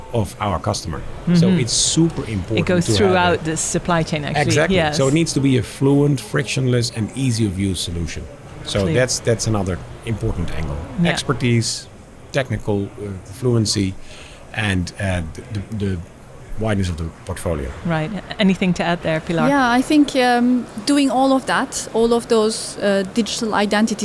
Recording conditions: busy venue